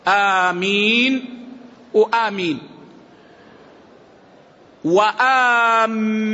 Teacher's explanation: فيها القصر، فيها المد، آمين وآمين وآمين بتشديد الميم لغة